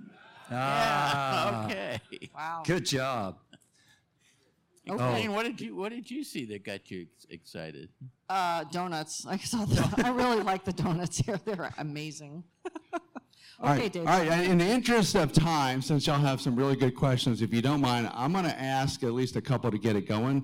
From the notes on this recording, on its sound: Live from EAA Airventure 2023, check out our second in-person show.